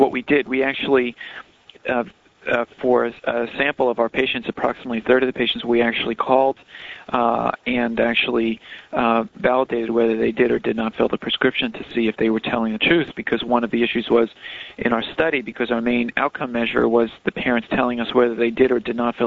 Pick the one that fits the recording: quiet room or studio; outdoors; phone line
phone line